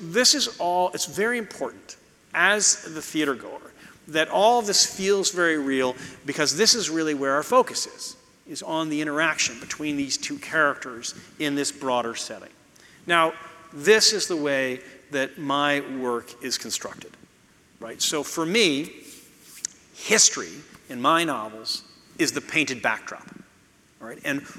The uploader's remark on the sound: you’ll hear the audience react to some visuals